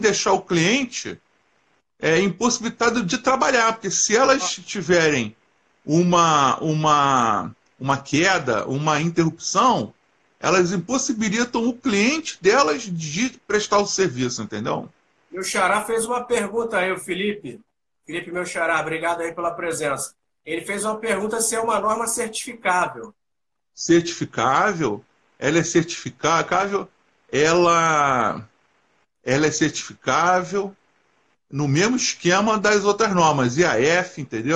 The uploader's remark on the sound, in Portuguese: Este episódio é de uma Live que fiz no Instagram